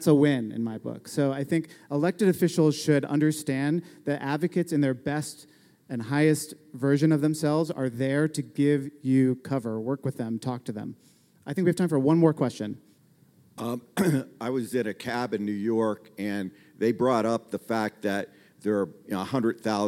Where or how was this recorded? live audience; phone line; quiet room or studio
live audience